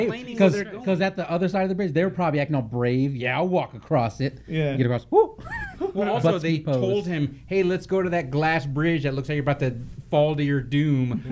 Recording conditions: busy venue